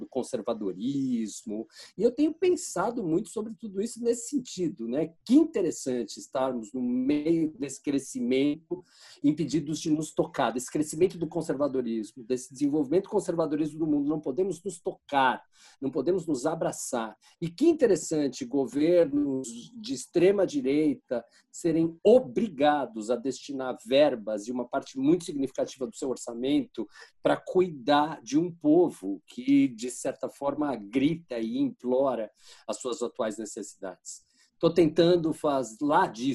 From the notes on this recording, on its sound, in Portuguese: Neste episódio gravado à distância.